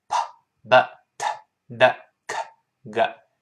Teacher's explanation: 六个爆破音儿，嘴唇儿两个，舌尖儿两个，舌根儿两个